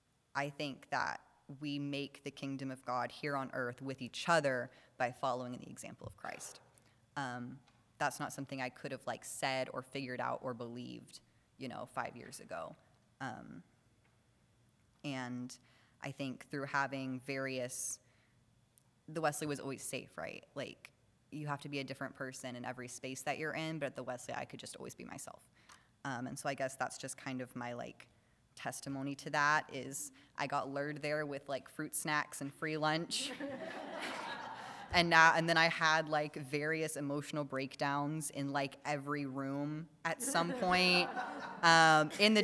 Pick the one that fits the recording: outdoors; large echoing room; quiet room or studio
large echoing room